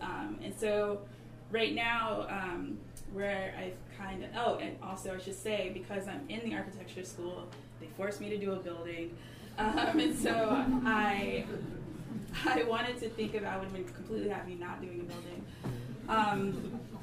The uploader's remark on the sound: Recording of the May 4, 2016 launch of the fifth issue of The Funambulist Magazine 5 (May-June 2016)